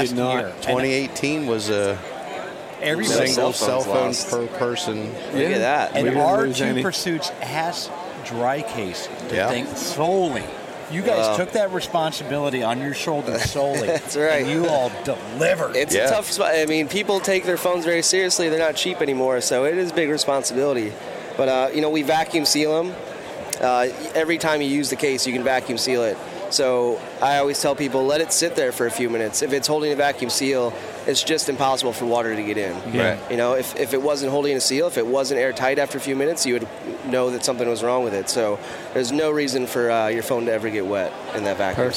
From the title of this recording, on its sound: Live from the Great American Outdoor Show